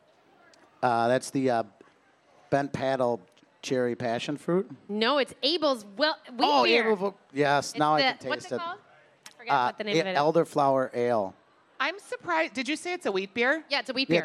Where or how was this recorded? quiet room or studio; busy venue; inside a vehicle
busy venue